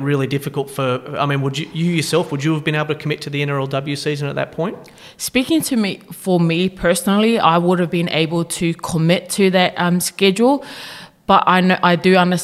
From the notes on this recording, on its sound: Live from the Fox League launch at Commbank Stadium.